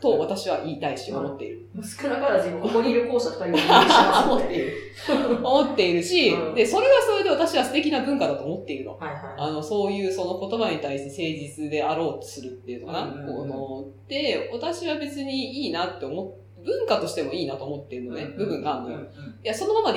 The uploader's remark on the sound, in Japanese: 今月ちょっと音質が悪いです。